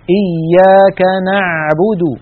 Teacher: العين التي اعتدنا في أكثر العاميات المعاصرة أن ننطقها هي أعلى من العين الفصيحة. العين الفصيحة أعمق بقليل من العين التي اعتدنا أن ننطقها بالعاميات